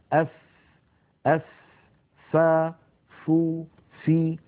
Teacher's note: الفاء يا إخوة كما نعلم حرف يخرج من بطن الشفة السفلى مع أطراف الثنايا العليا، أطراف الأسنان العليا مع بطن الشفة السفلى.